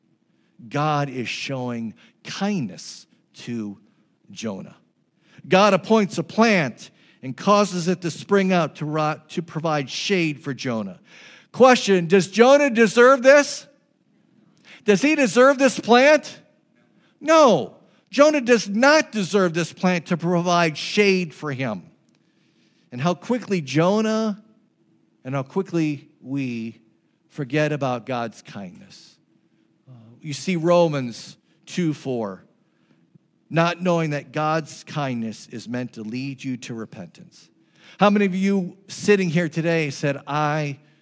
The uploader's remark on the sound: This message was preached on June 11, 2023 at FIVE39 Church.